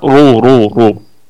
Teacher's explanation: الكلمة كلها مرققة ما عدا الراء مفخمة